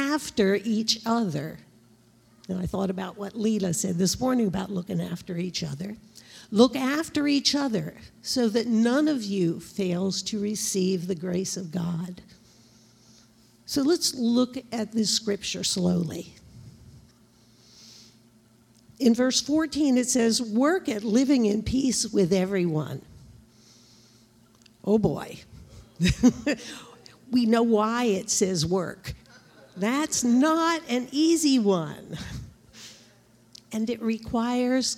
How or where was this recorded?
live audience